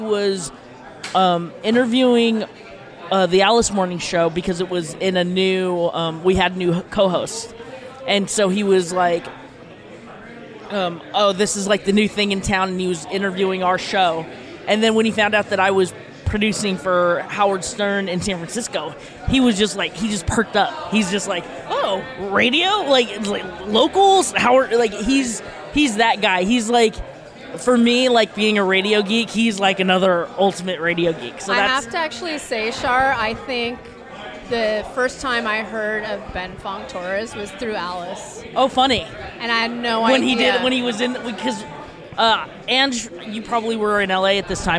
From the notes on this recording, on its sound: Recorded on location at the 2am Club , one of our favorite (and maybe only?) dive bars in Mill Valley.